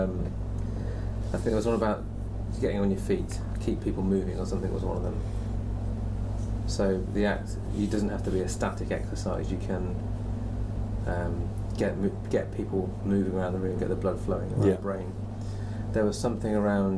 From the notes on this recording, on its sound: From The Cat & Custard Pot, Shipton Moyne, UK